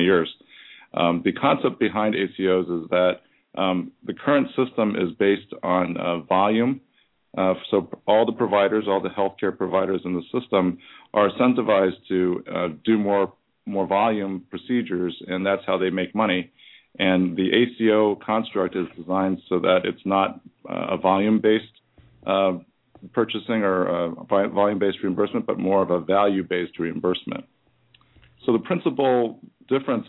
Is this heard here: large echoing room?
no